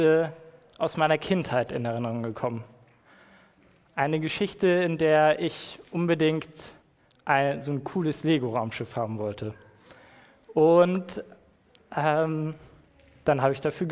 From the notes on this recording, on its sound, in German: Predigt im Rahmen des GreifBar+ Gottesdienstes